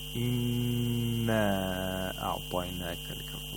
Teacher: We have to hold the noon, which is mushaddad, for two vowel counts. · Term: ghunnah